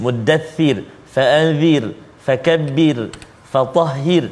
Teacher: ini semua huruf ra dia tarqiq tipis